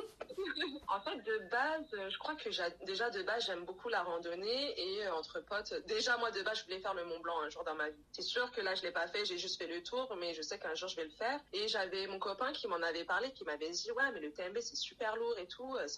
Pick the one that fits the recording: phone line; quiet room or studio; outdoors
phone line